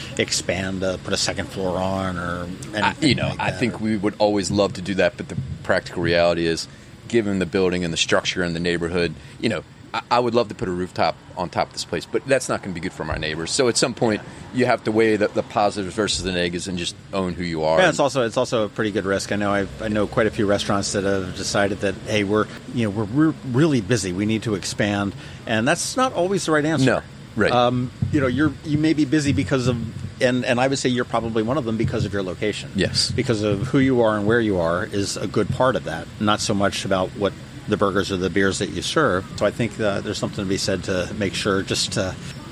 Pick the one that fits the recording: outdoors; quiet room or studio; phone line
outdoors